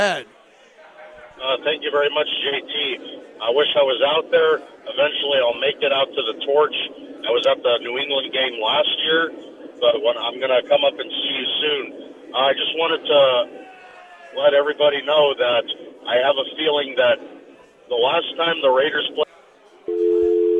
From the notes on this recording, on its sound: LIVE FROM LA CASA CIGARS IN TIVOLI VILLAGE